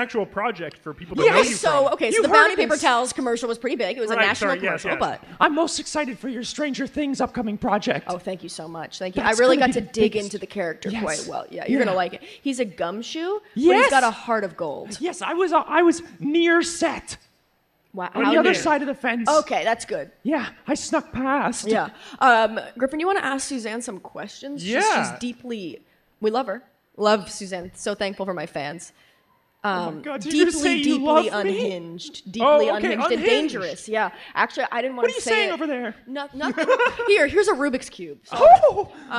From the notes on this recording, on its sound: Recorded live at Canada FanExpo.